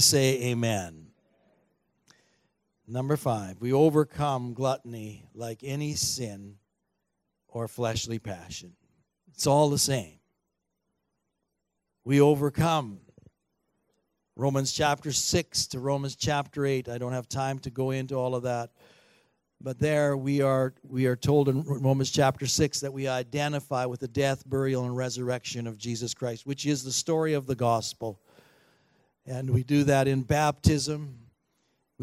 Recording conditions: large echoing room